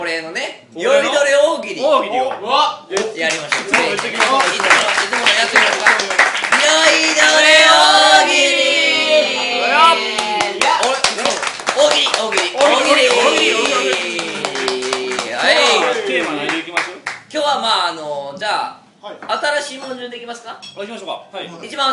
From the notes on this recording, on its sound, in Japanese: いつものスタジオからカラオケボックスへと場所を変更してお送りします。4月30日に行われたチャリティーイベントの打ち上げ時に録音しました。